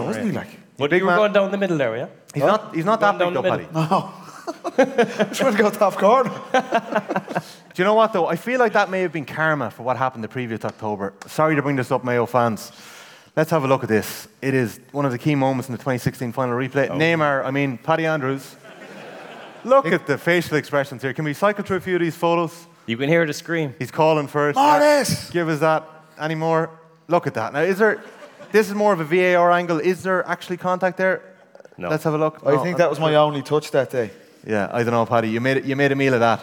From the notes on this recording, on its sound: TFP LIVE in Castlebar. Welcome to the very first live roadshow of The Football Pod. The Football Pod LIVE in Castlebar.